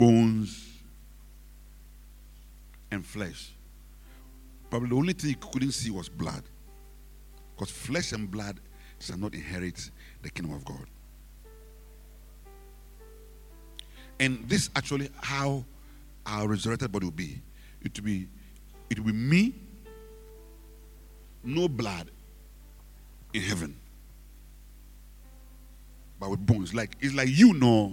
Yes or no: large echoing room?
yes